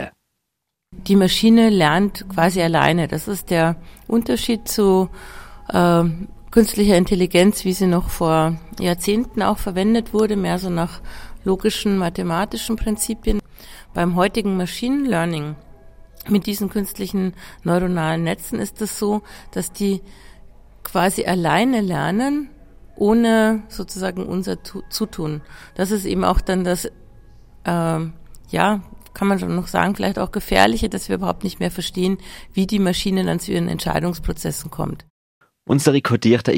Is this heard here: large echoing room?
no